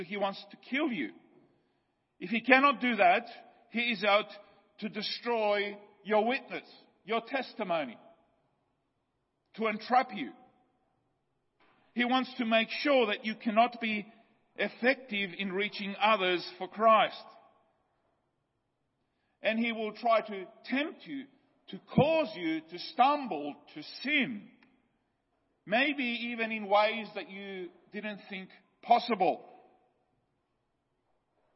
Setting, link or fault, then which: setting, large echoing room